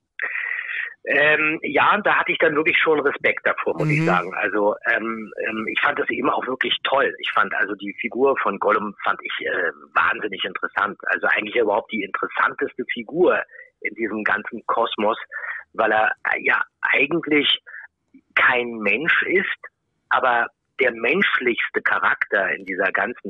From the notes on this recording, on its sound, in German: der uns am Telefon gerne und bereitwillig unsere Fragen beantwortet hat